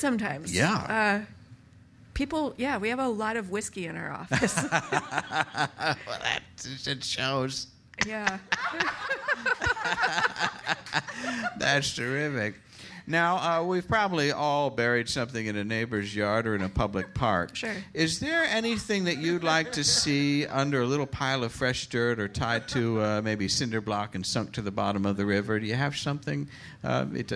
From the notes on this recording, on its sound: A special live episode direct from the Deep Night. Recorded in front of a mostly awake audience at The Slipper Room in New York City.